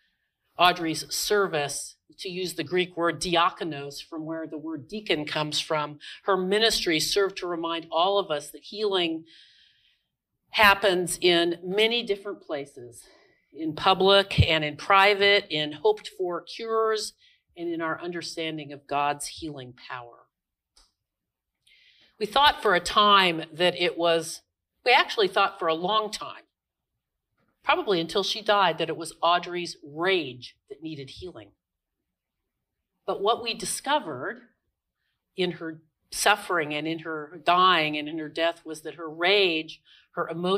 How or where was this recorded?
large echoing room